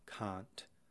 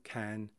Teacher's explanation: But in British, certain words will carry the long A sound, can't, and certain words will carry the short A sound, as in can.